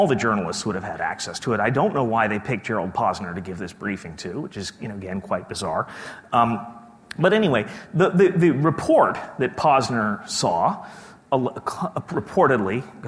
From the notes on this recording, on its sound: keynote speech from day two of the conference